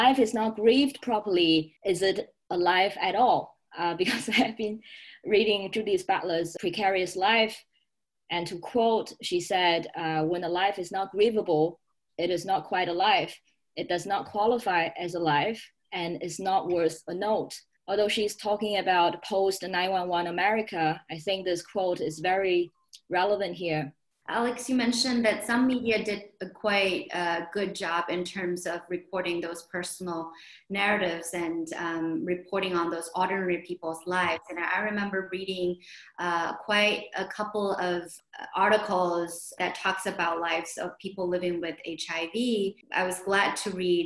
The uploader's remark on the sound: The Office of Diversity Initiatives of Shanghai New York University (NYU Shanghai) organized an online panel discussion.